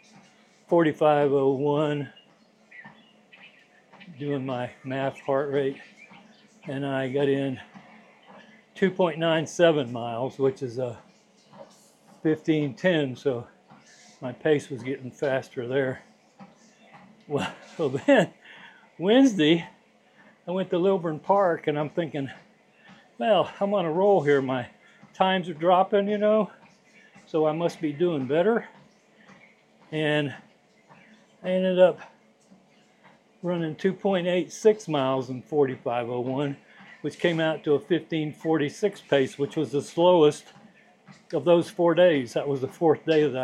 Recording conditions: sounds in the background